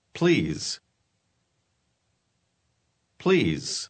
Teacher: La S en esta palabra también tiene un sonido z.